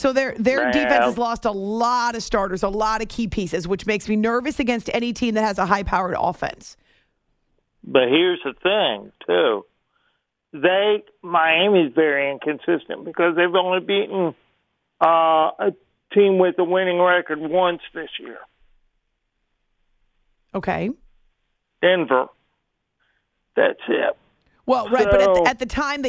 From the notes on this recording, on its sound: Your phone calls